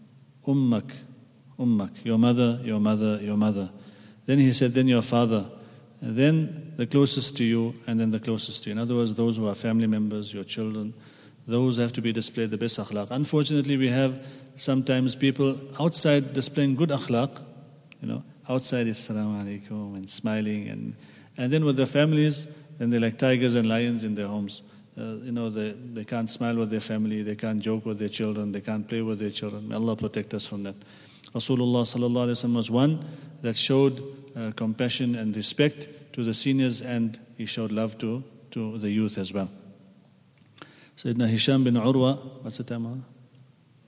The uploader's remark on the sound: at the Houghton Masjid (West Street)